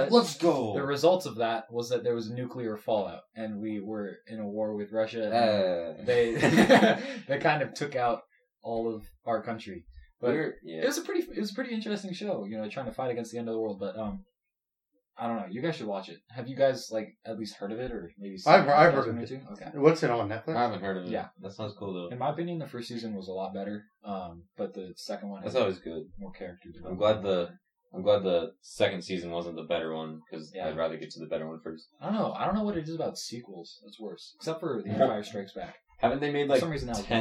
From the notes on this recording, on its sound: Sorry for the bad audio we had some mic trouble.